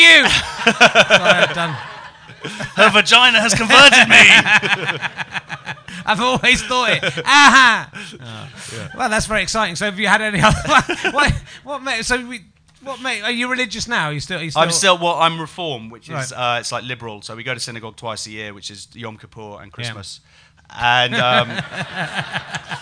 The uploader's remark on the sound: the audience are getting amorous with each other